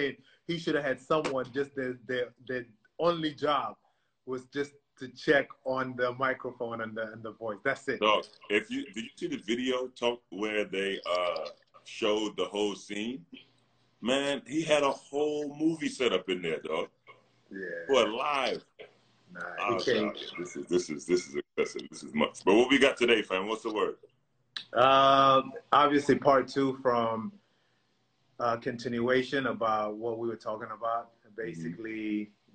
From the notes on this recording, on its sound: Answered questions from fans.